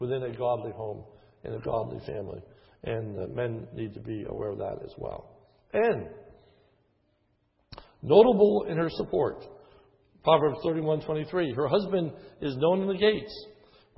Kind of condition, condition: setting, large echoing room